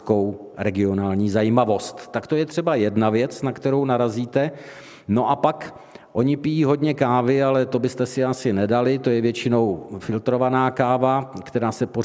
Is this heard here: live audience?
yes